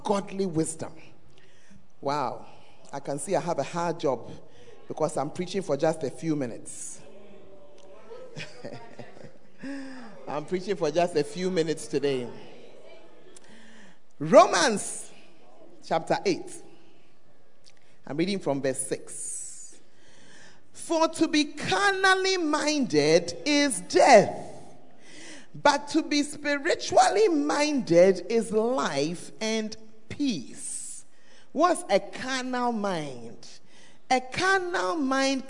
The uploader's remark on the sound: Preached At The First Love Center, Ayeduase (Gathering Service).